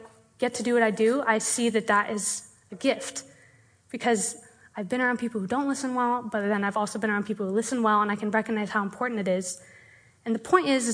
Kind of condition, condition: setting, live audience